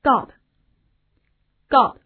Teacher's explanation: 它的面部肌肉呢比较放松，不像长音 o 那样紧张 · Term: 短音 o